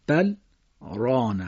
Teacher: با سکت باید ادا بکنیم، یه مکس کوچیکی میکنیم